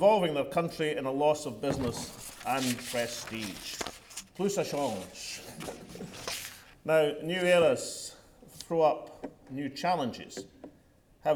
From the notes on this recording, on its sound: The First Minister told a London audience tonight. A capacity crowd at the London School of Economics (LSE). 400-strong gathering.